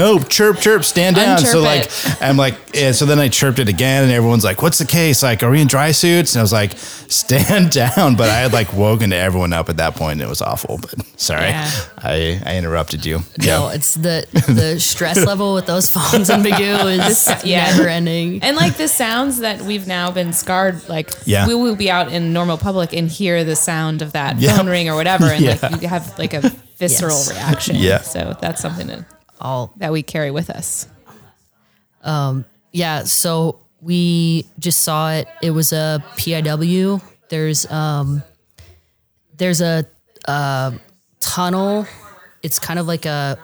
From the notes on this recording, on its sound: They are at the Women in Aviation conference to hear some great stories, and sit in on all the conference has to offer.